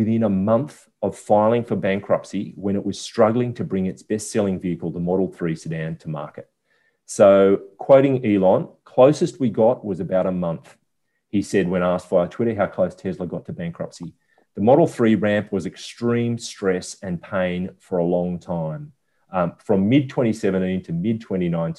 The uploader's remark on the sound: gather in cyberspace